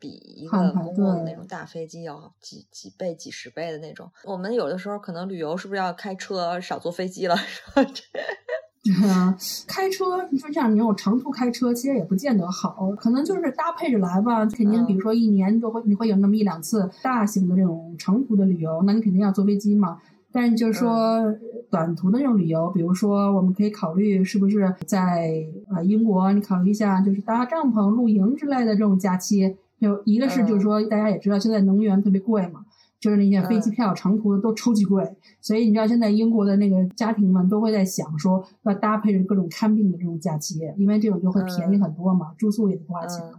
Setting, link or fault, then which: fault, poor sound quality